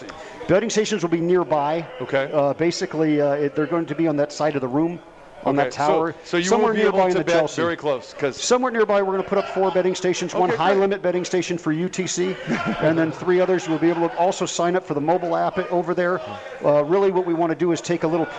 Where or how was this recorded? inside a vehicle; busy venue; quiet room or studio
busy venue